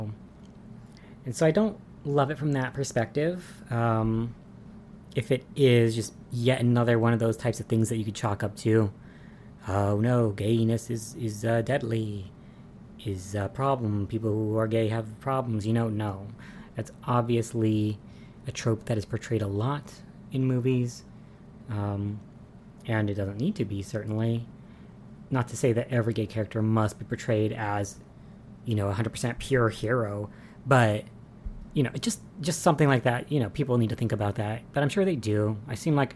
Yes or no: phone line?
no